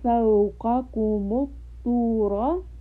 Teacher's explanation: Ta is a permanently heavy sound. Ra is sometimes heavy, sometimes light. In this case, ra is heavy.